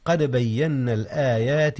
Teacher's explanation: قلقلة الدال في قد بينا